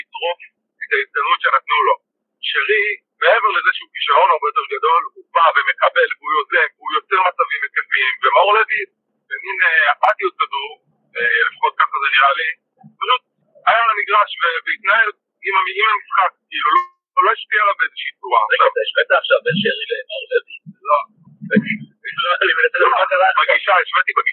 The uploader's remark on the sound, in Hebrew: הוקלט במכוניות בדרך חזרה מהמשחק